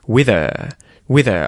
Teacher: instead of saying with her and really pronouncing that H, when I speak quickly, that H disappears. That's called H deletion.